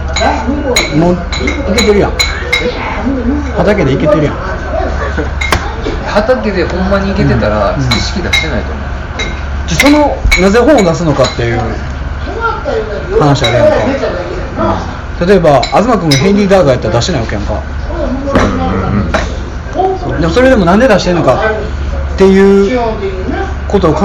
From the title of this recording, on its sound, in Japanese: トークイベント後の打ち上げにて